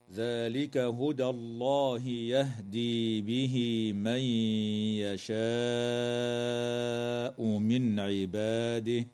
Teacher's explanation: وتظهر النون الساكنة عند العين في قوله تعالى من عباده · ترقق الدال في كلمة هدى وتفخم اللام بعدها في اسم الله تعالى، وتوصل هاء الضمير في قول الله تعالى به من بياء تمد بمقدار حركتين من قبيل مد الصلة الصغرى، وتدغم النون الساكنة في الياء مع الغنة من قول الله تعالى من يشاء